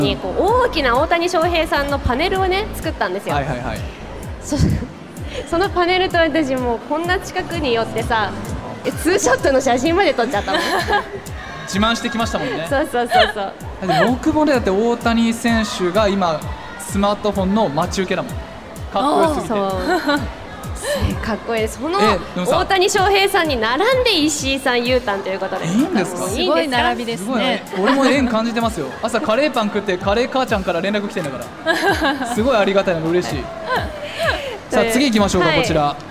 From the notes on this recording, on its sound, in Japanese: おゆらじ公開収録！公開収録、出演者もスタッフもとっても楽しかったです。